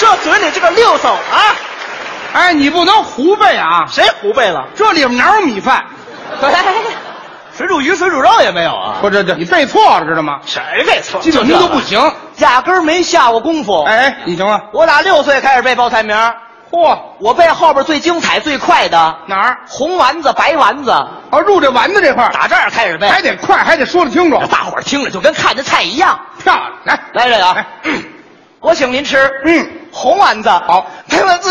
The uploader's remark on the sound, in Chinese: 在《欢乐喜剧人》舞台上表演的节目